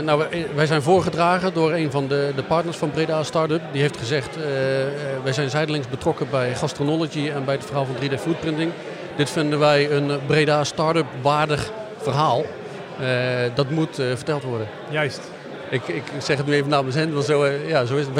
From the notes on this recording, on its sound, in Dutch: Live podcast vanaf de finale van de 2022 Breda Startup Awards. We hebben gesproken met de finalisten voorafgaand aan de uitreiking en uiteraard met de winnaars na de finale.